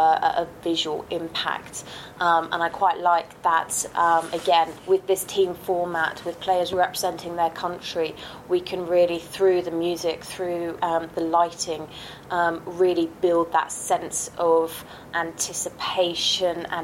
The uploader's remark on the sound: Apologies for the technical issues with this one, we were trialing a new audio setup live and on site in Glasgow so picked up a few odd noises